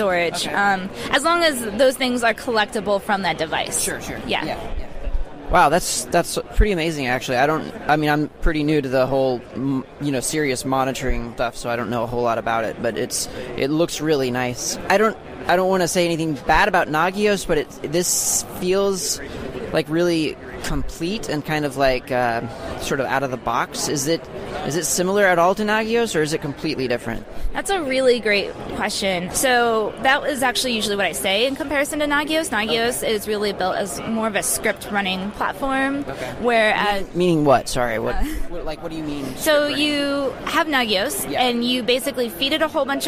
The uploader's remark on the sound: At the All Things Open Conference. OpenNMS at All Things Open Conference.